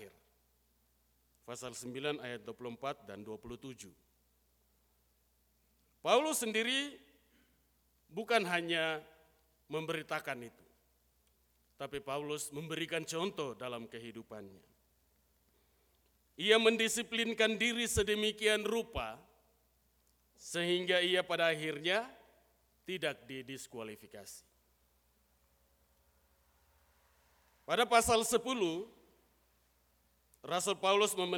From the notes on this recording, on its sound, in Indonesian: Rekaman Khotbah pada Ibadah Minggu pagi tgl 2 Juli 2023 dari GKI Kalvari Tembagapura, Papua.